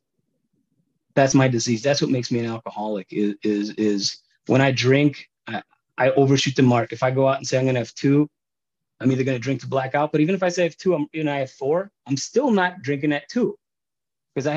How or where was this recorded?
video call